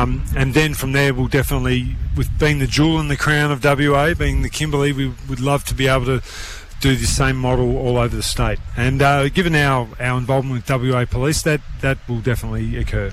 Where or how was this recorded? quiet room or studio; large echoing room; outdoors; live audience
outdoors